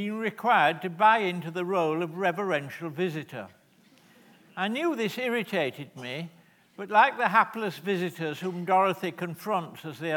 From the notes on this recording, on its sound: This is a recording of a live Platform event from November 2012.